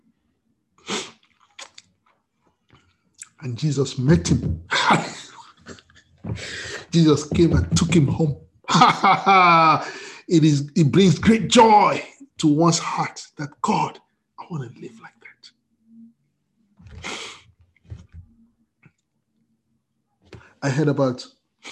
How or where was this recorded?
video call